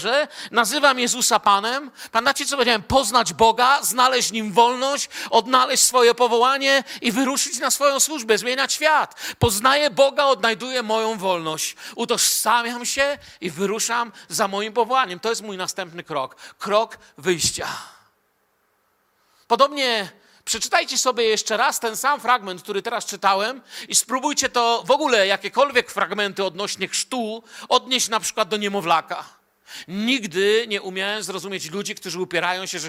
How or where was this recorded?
large echoing room